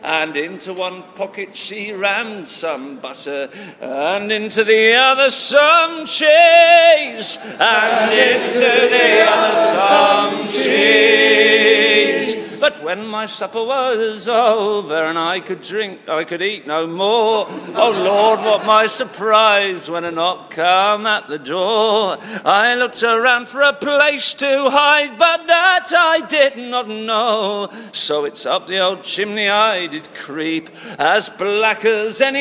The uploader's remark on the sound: Live at Cheltenham Folk Festival. A bonus live track recorded last night at Cheltenham Folk Festival.